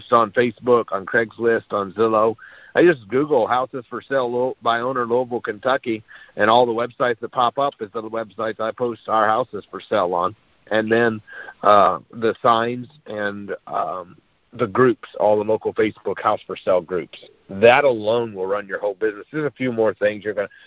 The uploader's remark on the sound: Gold Club Q&A Call.